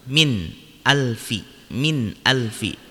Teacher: Maka dibaca jelas nunnya tanpa dengung. · Term: izhar